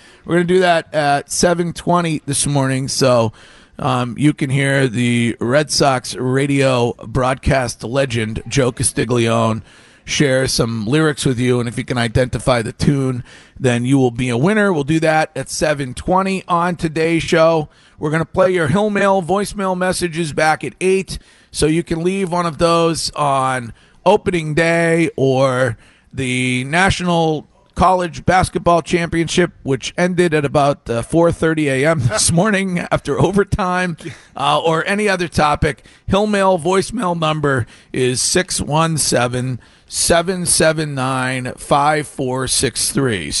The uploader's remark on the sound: Broadcasting live from the Baseball Tavern for the home opener